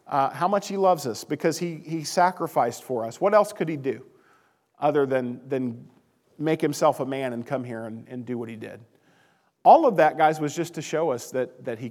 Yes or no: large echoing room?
yes